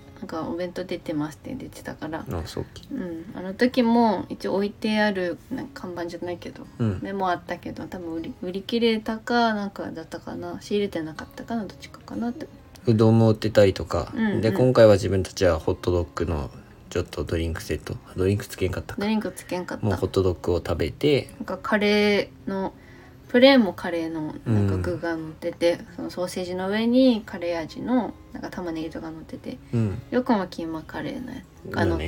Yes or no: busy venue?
no